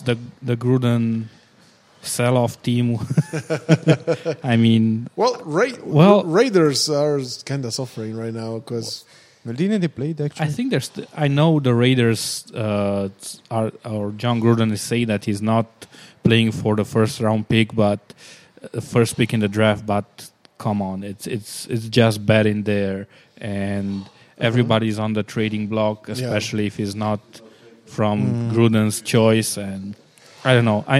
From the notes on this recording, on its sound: a new episode recorded at Crusaders Gym